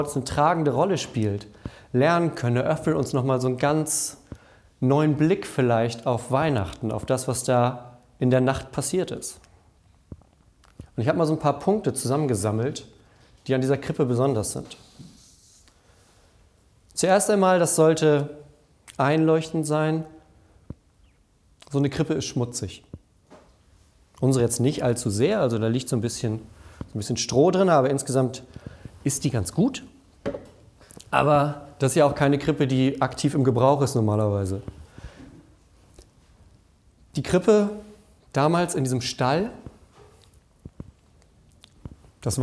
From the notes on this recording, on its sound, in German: Unsere Predigt aus dem Nachtgottesdienst an Heiligabend.